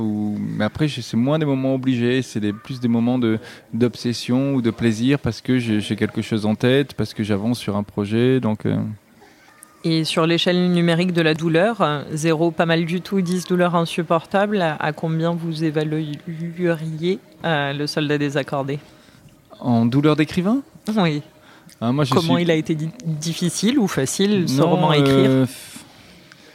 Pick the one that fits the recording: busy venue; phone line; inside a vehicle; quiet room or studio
busy venue